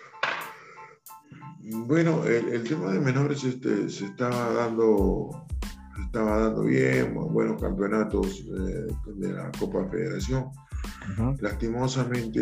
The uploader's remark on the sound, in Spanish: nos concedió una entrevista vía Zoom